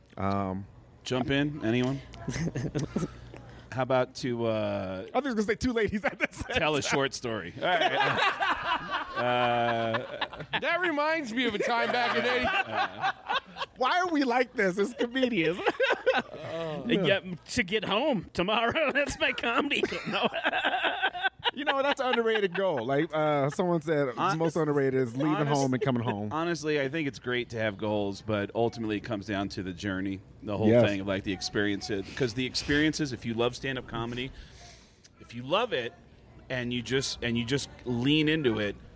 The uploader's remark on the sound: Jest Another Comedy Festival Talk - Live Recording. I got to record a live episode in Flagstaff, AZ at Jest Another Comedy Festival.